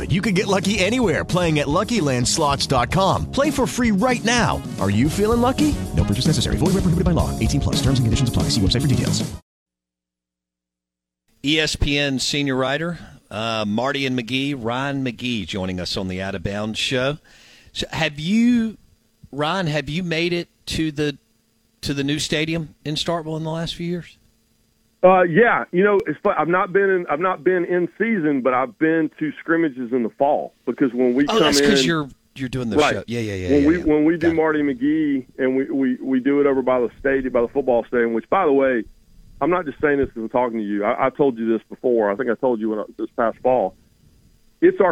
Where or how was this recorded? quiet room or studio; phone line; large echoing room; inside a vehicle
phone line